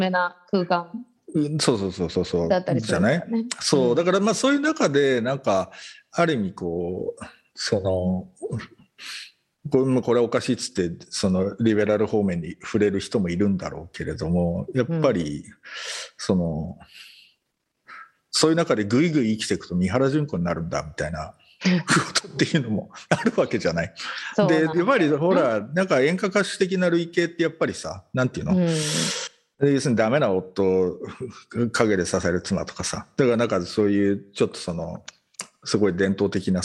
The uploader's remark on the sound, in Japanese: 本収録はビデオ会議サービス「Zoom」を使用し収録しています